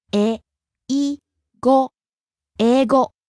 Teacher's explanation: rising on the second syllable, I.